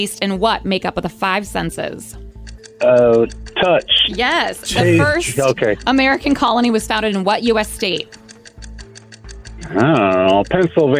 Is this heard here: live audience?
no